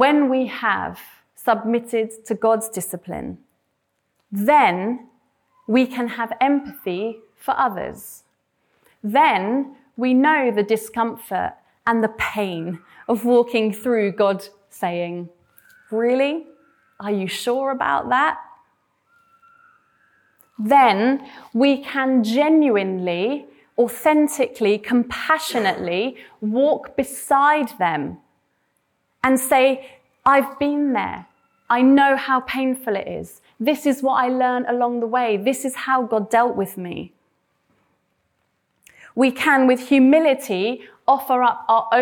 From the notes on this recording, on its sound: This sermon was preached at Welcome Baptist Church